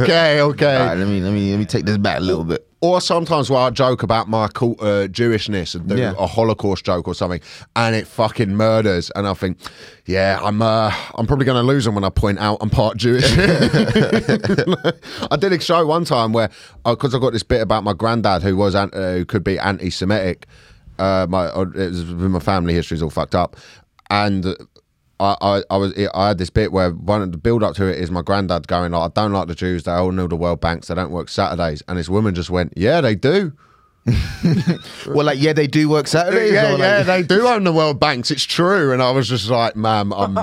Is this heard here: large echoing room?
no